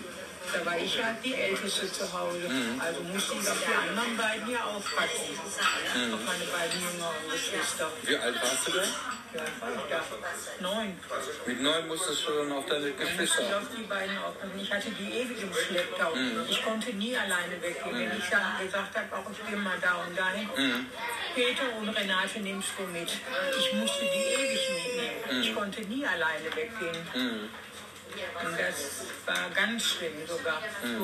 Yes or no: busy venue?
yes